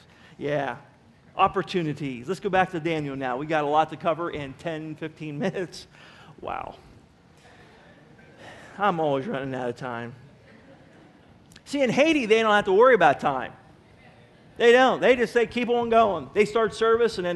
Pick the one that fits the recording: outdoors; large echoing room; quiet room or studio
large echoing room